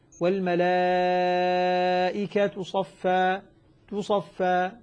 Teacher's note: في الروم أظهر التاء والملائكة تصفى لاحظ ضمة خفيفة مختلسة